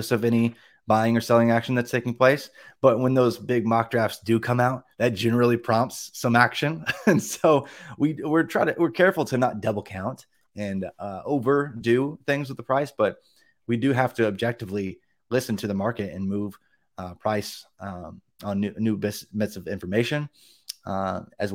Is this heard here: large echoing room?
no